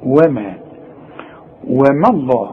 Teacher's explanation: وما الله هو لفظ الجلالة مفخم، لكن الواو والميم لابد انك ترققهم · Term: ترقق الميم